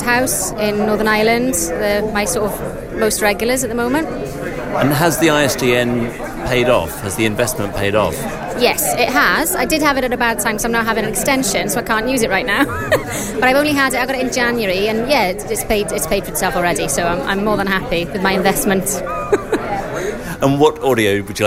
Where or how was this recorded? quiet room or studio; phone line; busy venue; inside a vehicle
busy venue